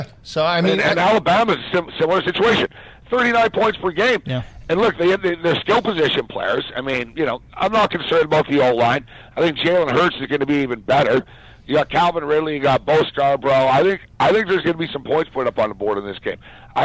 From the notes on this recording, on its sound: joins the guys on the phone